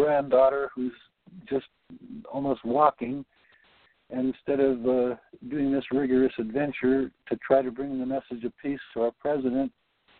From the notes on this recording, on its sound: Report on the Global Peace Council Day8of8 via a recorded and auto-transcribed Conference Call patched into the podcast. The Conference Call will begin at 2:30pmEDT and continue for discussion after the 3-4pm podcast portion of the call is finished.